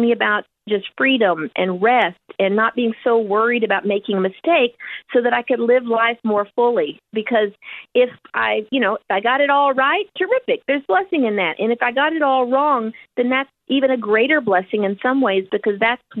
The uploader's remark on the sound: spent some time on the phone